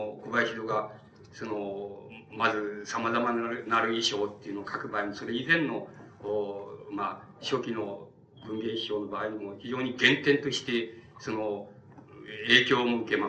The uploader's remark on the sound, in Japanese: 主催：寺小屋教室 場所：新宿・紀伊國屋ホール。講演は連続シンポジウムの第一部。音質はあまりよくない。冒頭は録音者の手元ノイズのため 聞き取りづらい。